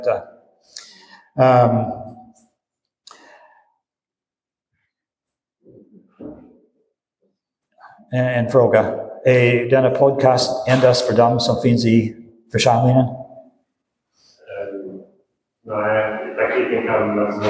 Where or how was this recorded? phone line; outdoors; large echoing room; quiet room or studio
large echoing room